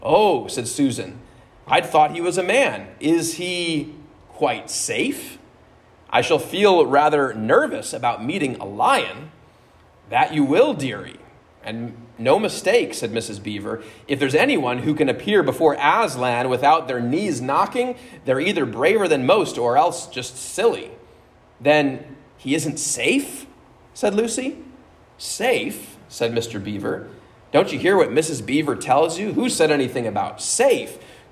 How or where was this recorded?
large echoing room